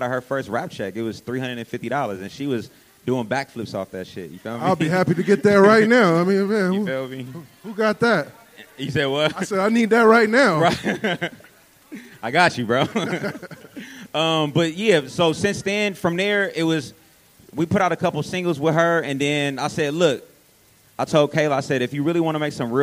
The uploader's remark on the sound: answer questions from the audience at the History of the Bay Day Party.